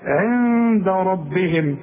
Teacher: اجرهم عند ربهم، عندك النون دي بدون تشكيل بعدها دال، والدال من حروف الاخفاء، اذا هنا حغن واخفي